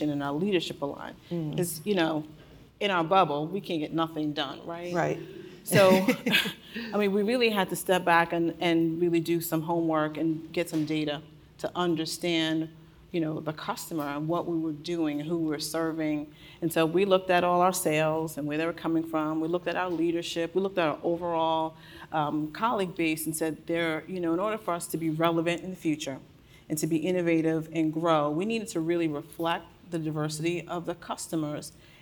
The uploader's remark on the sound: This episode was recorded during a session at the Women in Retail: On the Road New York City event last month.